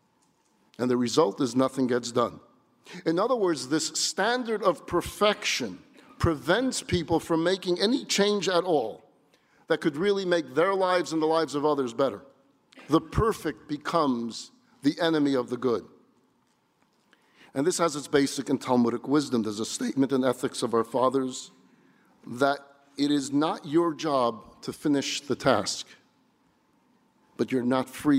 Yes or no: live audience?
yes